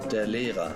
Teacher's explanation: E-R rather gets verbalized like an A type of sound, der Lehrer.